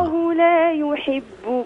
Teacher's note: انتقلي من واو مرققة إلى لام مفخمة